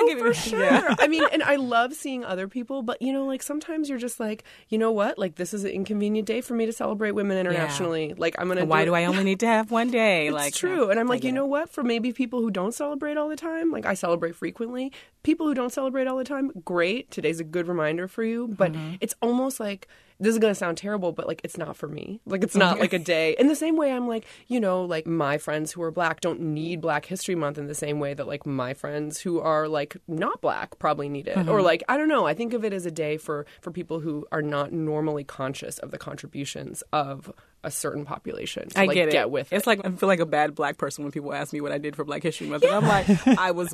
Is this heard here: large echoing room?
no